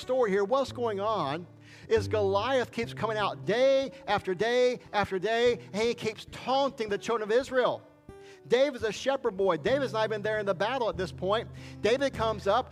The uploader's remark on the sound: This message was recorded July 18, 2021 at Highland Baptist Church, Molino, FL.